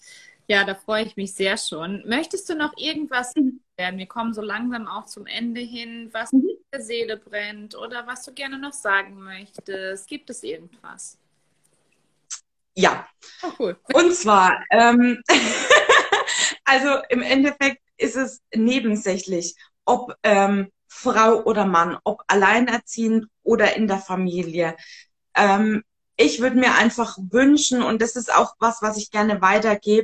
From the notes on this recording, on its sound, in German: die ich auf live auf Instagram geführt habe